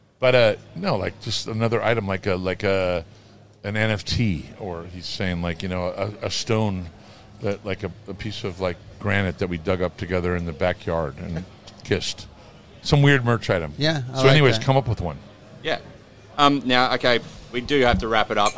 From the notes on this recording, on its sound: at the recent Good Things Festival in Brisbane